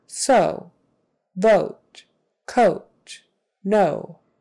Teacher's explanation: we do tend to hold that O out a little longer than maybe in some other languages